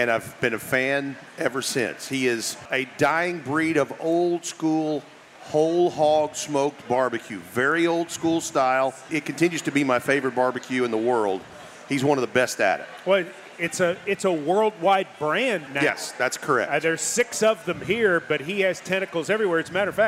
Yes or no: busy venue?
yes